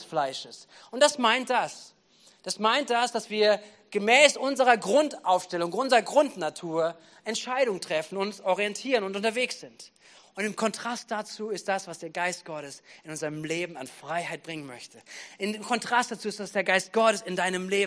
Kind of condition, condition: setting, large echoing room